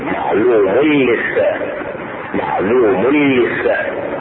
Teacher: التنوين مع اللام تدغم بغير غنة